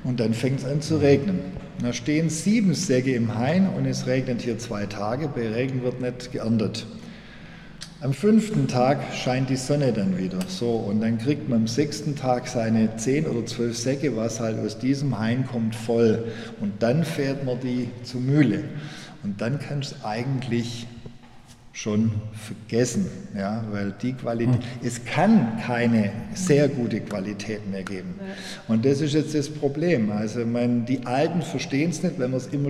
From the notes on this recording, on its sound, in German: Aufgenommen in einer Steinmühle/Thalames-Mani-Peloponnes, September 2020.